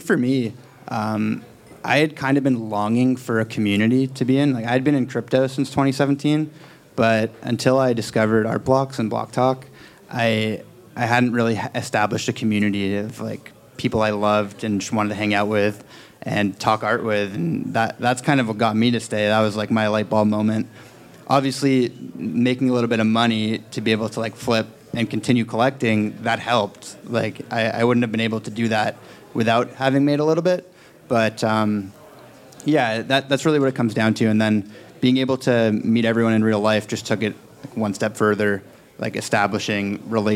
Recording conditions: busy venue